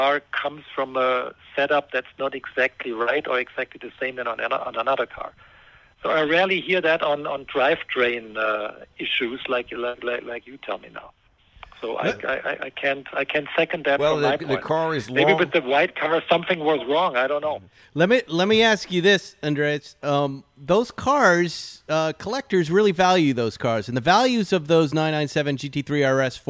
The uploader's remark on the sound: calls in from Germany